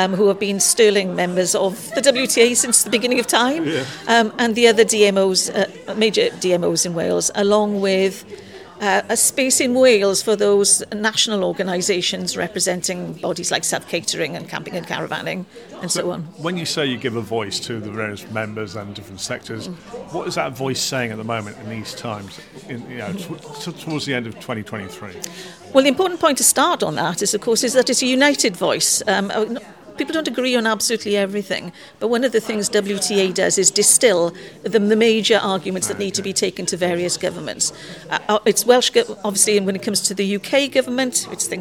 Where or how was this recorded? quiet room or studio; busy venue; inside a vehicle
busy venue